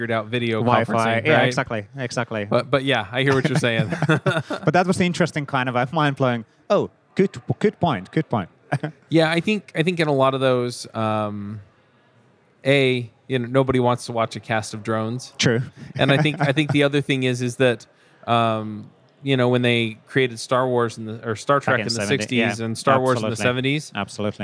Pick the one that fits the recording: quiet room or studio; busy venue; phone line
busy venue